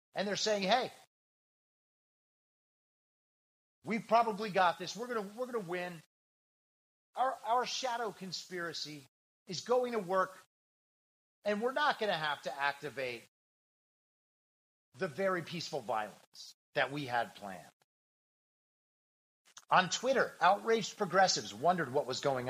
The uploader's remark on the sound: If the audio sucks, blame the program Soundtrap.